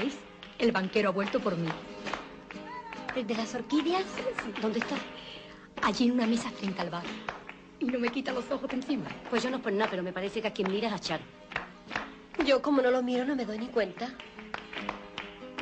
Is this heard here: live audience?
yes